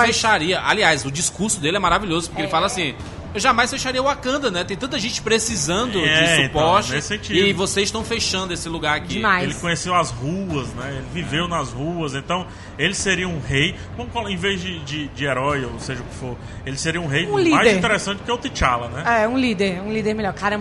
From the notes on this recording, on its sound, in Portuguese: Durante a CCXP 2018 nós gravamos um podcast ao vivo no stand da Fini